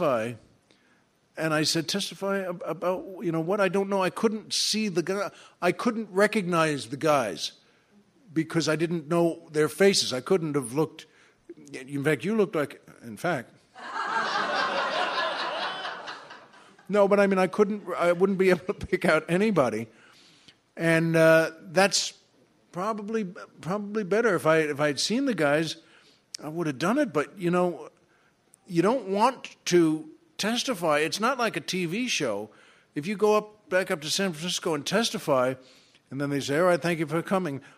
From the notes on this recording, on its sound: recorded at the third annual LA Podcast Festival